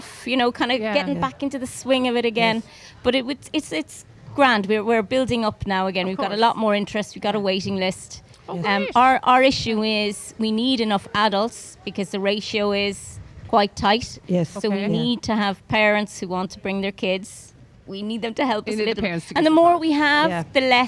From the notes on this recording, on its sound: As broadcast live from the outside broadcast area in the Fair green at the Scariff harbour festival 2023 on 5th August 2023